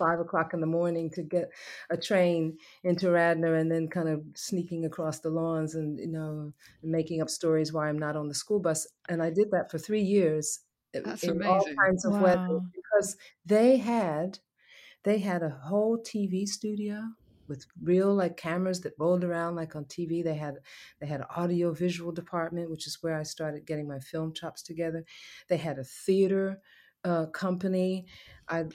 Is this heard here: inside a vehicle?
no